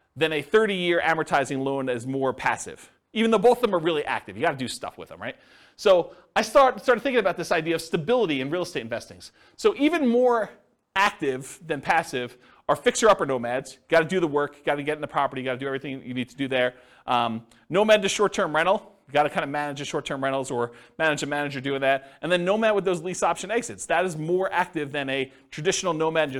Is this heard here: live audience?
yes